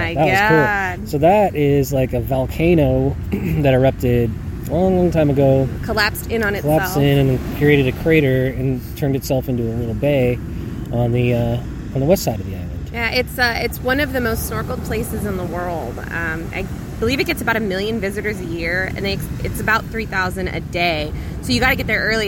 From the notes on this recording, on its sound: From Hawaii. Check in while one vacation in Oahu. Recorded on Electric Beach.